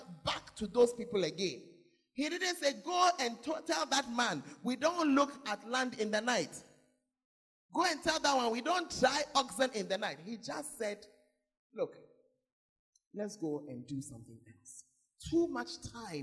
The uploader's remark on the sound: Preached at the Makarios Conference; Berekum